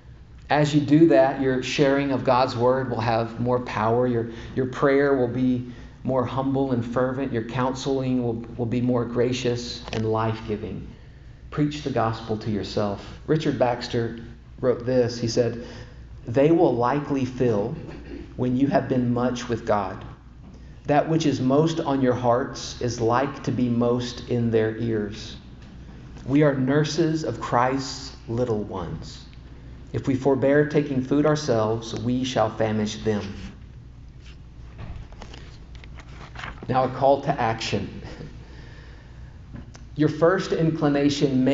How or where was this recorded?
large echoing room